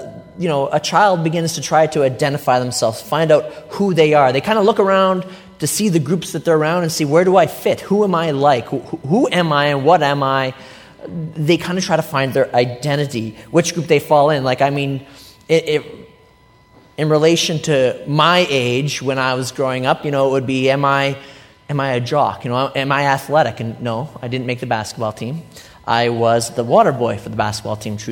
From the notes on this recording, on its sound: A recent sermon I delivered at Life Church. It happened to be a service in which we were baptizing a group of new believers.